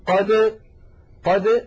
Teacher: هناك دال، ولكن لاحظوا يا إخوة هذا في حال الوصل فقط، أما لو وقفنا فنقول قد، قد بالدال الواضحة